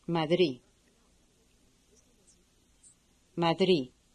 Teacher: Notice that the final D of Madrid is not pronounced.